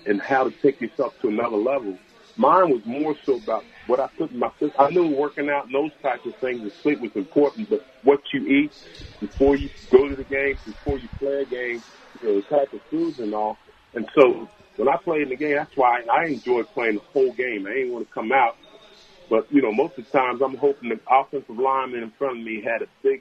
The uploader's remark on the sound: LIVE from Hollywood Casino!